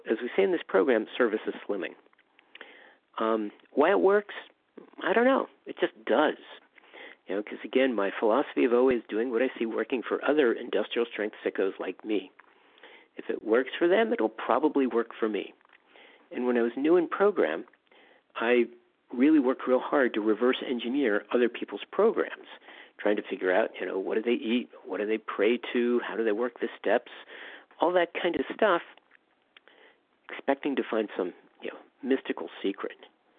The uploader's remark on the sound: from the 100 Pounders Phone Meeting, 6/26/23